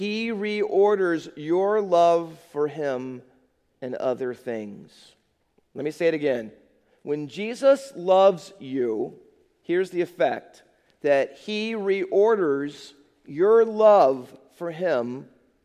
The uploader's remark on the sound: Faith Baptist Church in Hamilton, NJ.